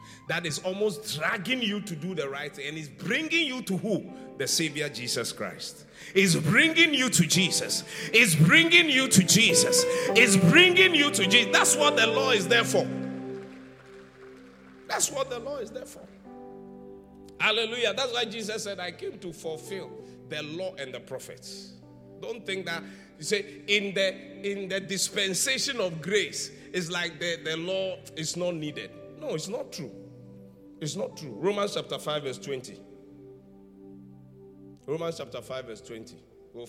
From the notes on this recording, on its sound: Preached at the Qodesh